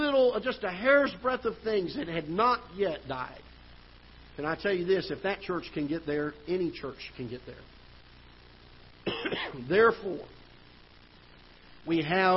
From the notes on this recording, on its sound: Ketha Heights Baptist Church ~ Live Broadcast.